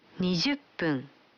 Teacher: Вы заметили, что когда фун добавляется к 10, дю, то произносится пун